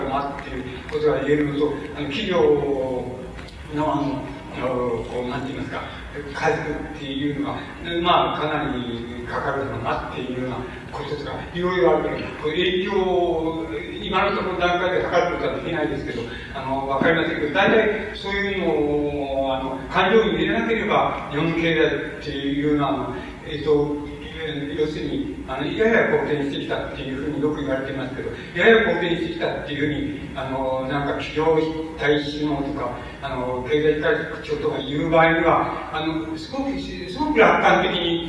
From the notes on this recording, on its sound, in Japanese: うち質疑応答26分。音質：３。主催：地方・小出版流通センター。場所：幕張プリンスホテル。地方・小出版流通センター 20周年記念イベントの講演。やや音声が曇っているが 比較的クリアに収録されている。